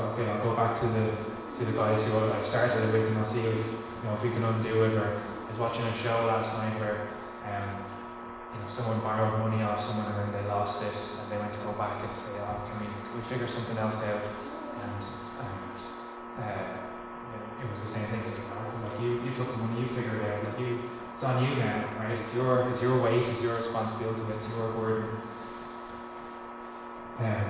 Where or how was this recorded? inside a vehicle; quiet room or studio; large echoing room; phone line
large echoing room